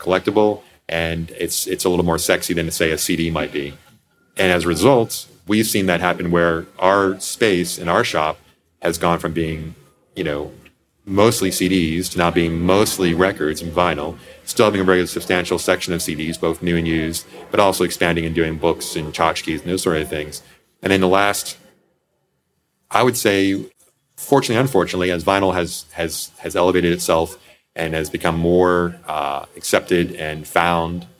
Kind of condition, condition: setting, busy venue